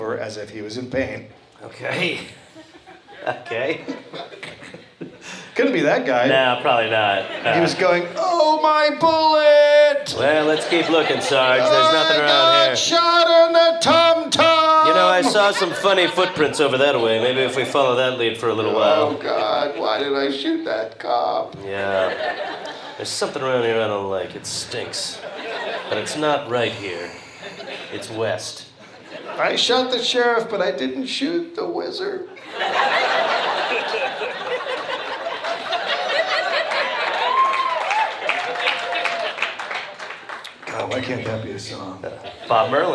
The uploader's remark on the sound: Recorded live at Wiseguys in Salt Lake City.